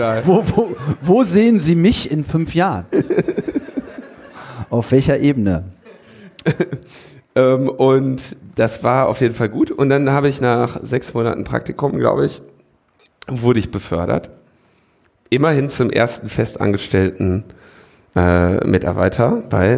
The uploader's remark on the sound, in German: Die Live-on-stage Sendung von der "Das ist Netzpolitik!" Konferenz in Berlin. Konferenz von netzpolitik.org im Roten Salon in der Volksbühne in Berlin.